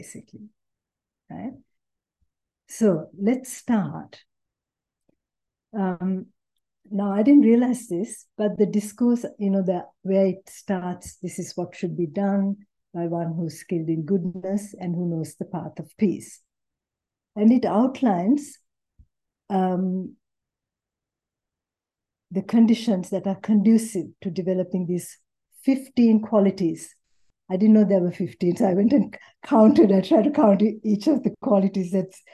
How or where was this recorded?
video call